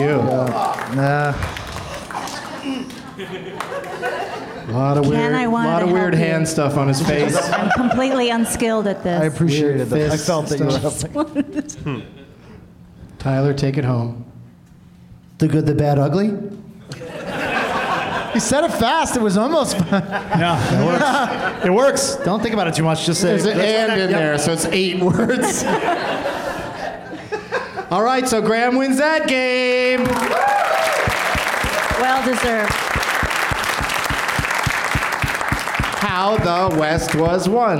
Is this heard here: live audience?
yes